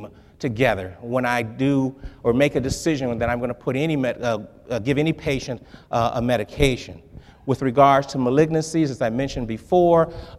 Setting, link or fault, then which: setting, live audience